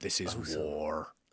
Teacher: So, like, for instance, I had to say one day, this is war. And I put on the R at the end.